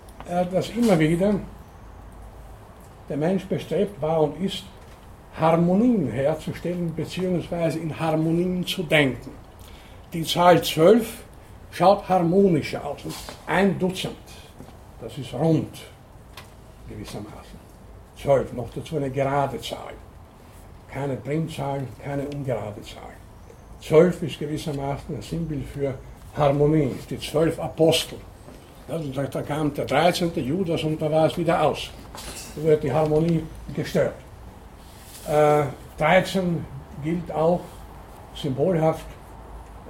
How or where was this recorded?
large echoing room